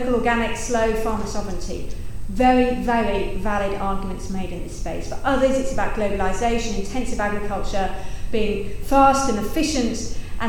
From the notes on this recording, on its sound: The keynote lecture in the Food Governance Conference hosted by Sydney Law School and the Charles Perkins Centre at the University of Sydney